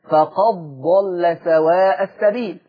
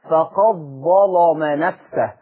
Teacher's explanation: ورش يضغم دال قد في الضاد وفي الظاء · Term: الإضغام الجائز